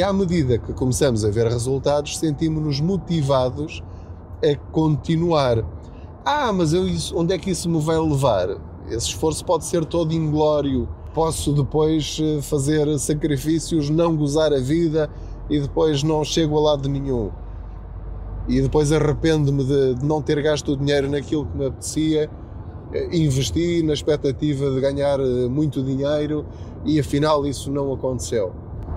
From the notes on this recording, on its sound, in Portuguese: Não ligue aos barulhos da viagem.